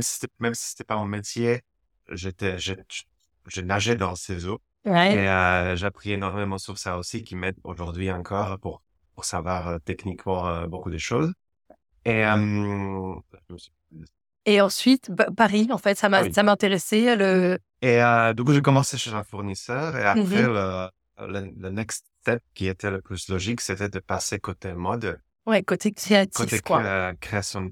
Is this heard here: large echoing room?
no